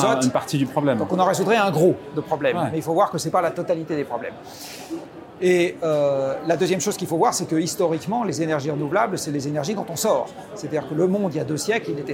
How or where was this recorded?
busy venue